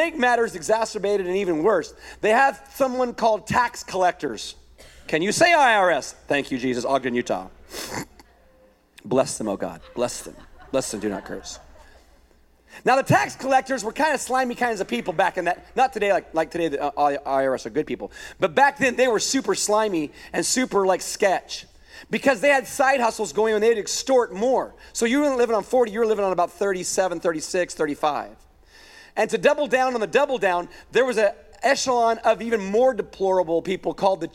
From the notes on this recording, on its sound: A weekend message at Higher Vision Church